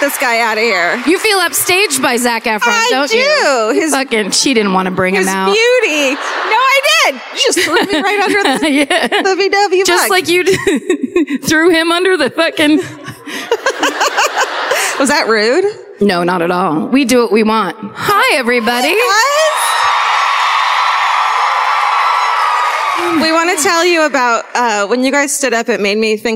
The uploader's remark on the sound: Live at the Northrop Auditorium in Minneapolis (2019)